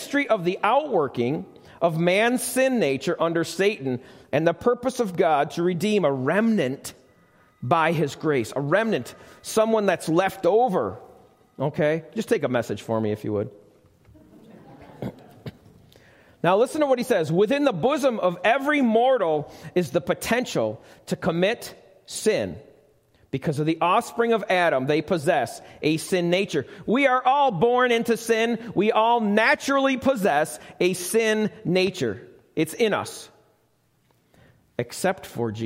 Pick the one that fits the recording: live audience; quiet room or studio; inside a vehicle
live audience